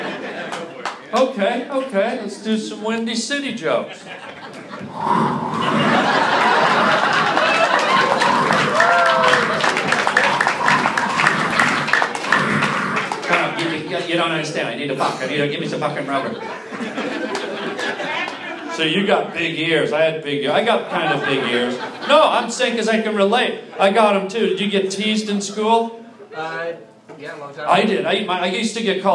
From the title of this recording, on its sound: LIVE stand up comedy